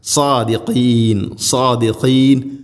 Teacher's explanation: സ്വാദിഖീൻ സ്വാദ് സ്വാദിഖീൻ അല്ല സ്വാ. സ്വാദ് ഉച്ചരിക്കുന്ന സമയത്ത് നാവിൻ്റെ മധ്യഭാഗം അണ്ണാക്കിലേക്ക് ഉയർന്നു നിൽക്കണം. അത് ഹെവി ലെറ്ററാണ്, ഇസ്തിഅലാന്റെ സ്വരഭാരത്തിൽ ഉച്ചരിക്കേണ്ട അക്ഷരമാണ്.